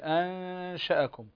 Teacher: انتبه للإخفاء هنا في أنشأكم هنا الإخفاء مع الغنة بمقدار حركتين نون ساكنة وبعد شين يعني تخفى هنا النون عند الشين بمقدار حركتين